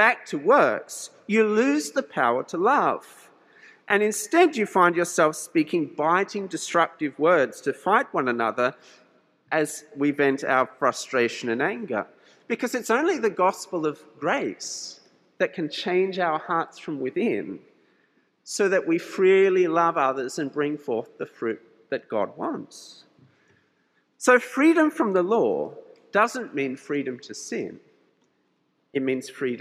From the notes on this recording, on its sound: This sermon was preached at St George's Church, Penang.